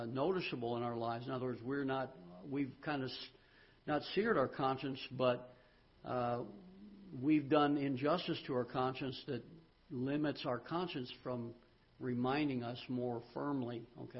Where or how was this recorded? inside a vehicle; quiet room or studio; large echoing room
large echoing room